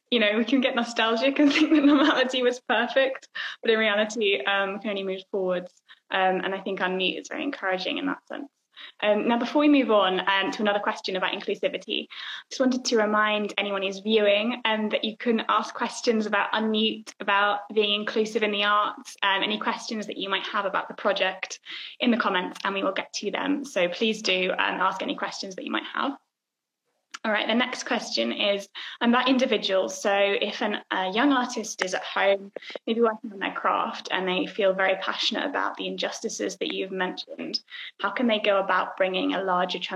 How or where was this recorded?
video call